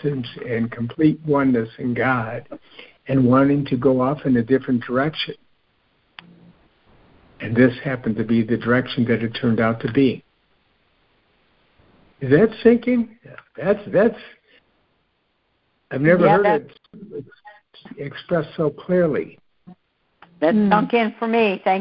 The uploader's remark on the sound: CONF CALL. A Course in Miracles [ACIM] Students are joining together on a Free Conference Call to study A Course of Love [ACOL].